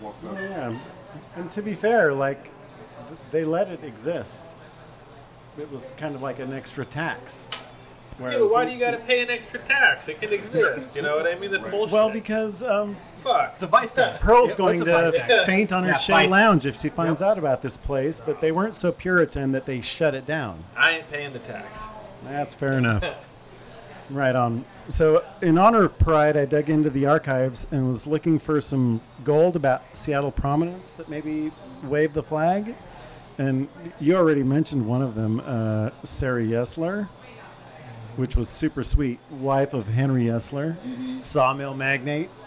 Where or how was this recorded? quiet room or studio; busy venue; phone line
busy venue